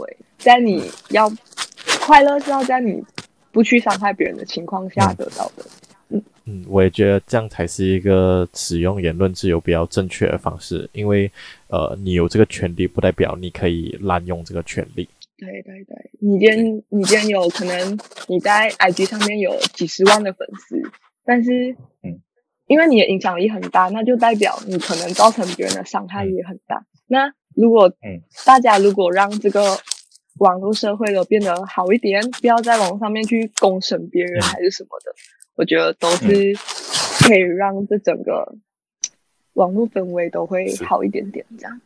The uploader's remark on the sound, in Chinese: 这一期刚尝试新的麦克风，有很多杂音请见谅